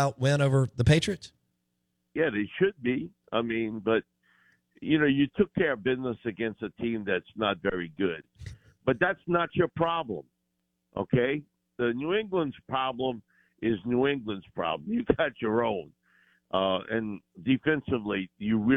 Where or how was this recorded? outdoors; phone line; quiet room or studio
phone line